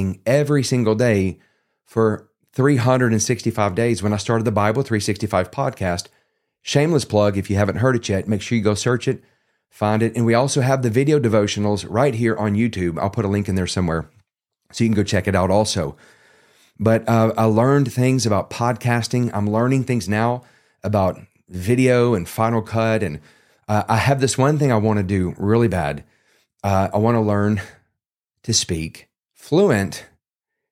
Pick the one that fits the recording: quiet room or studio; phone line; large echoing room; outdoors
quiet room or studio